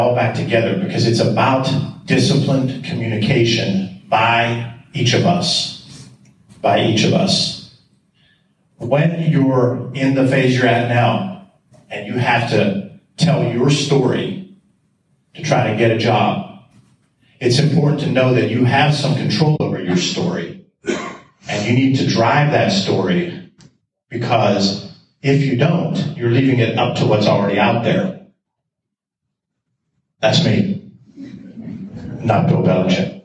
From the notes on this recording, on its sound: Today’s show features an excerpt live from a presentation at his alma mater. Hosted at the Kovalchik Convention Center, the event was attended by hundreds of IUP juniors and seniors.